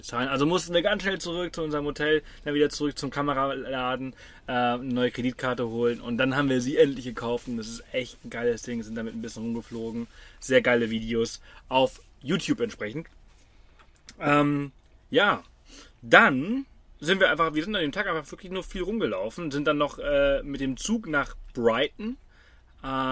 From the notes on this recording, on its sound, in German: Dieses Mal live aus unserem Britz Camper im wunderschönen Bundesstaat Victoria in Australien.